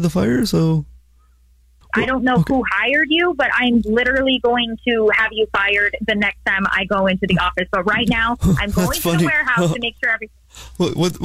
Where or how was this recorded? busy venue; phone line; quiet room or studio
phone line